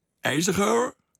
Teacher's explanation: En dat is een Gooise R, die zit dus achter in de keel.